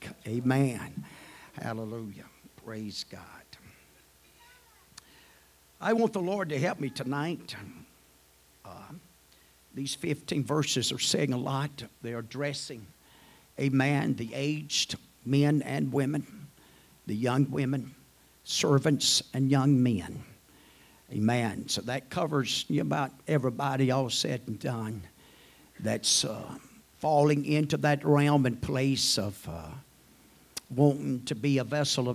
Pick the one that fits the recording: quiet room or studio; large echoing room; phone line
large echoing room